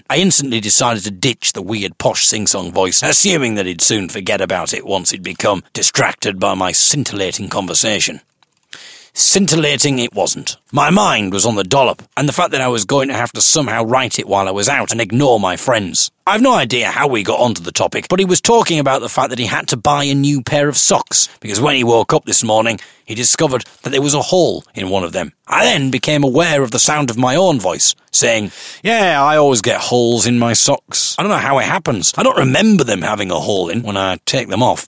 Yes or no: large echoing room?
no